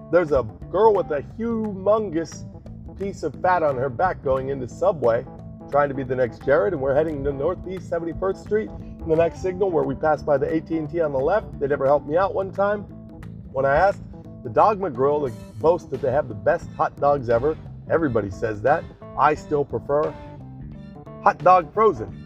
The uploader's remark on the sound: The segment today begins with us driving off the lot of a daycare school in NBV and heading towards the West Elm store in midtown.